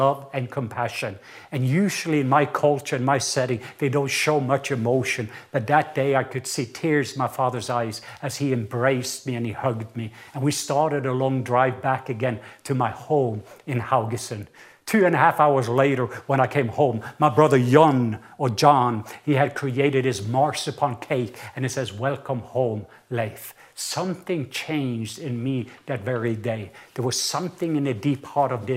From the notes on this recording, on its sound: recorded at Northlands Church on June 21, 2020